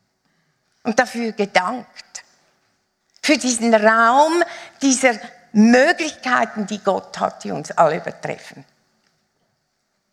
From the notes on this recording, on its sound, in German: Live aus Winterthur der Dienstagsgottesdienst